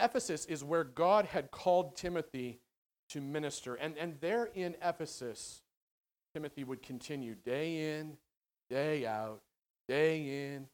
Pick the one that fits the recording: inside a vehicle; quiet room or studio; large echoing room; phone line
large echoing room